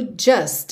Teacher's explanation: o just, a gente não ouve o som do T, já vai direto do S pro want